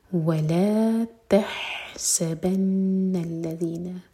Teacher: ح کی آواز حلق سے اور سین پر سیٹی والی آواز نون پر غنا